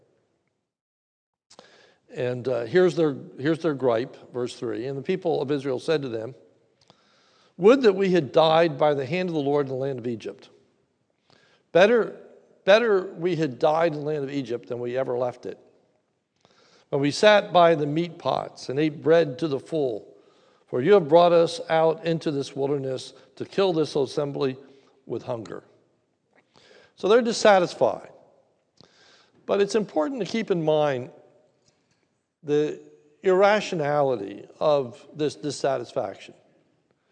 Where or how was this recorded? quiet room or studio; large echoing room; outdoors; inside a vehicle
large echoing room